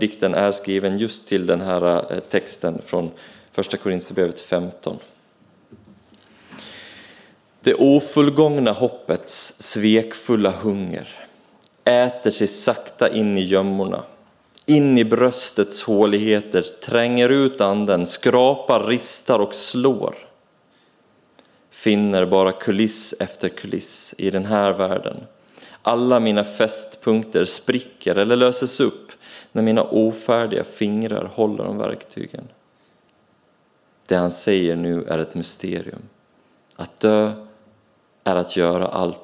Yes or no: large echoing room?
yes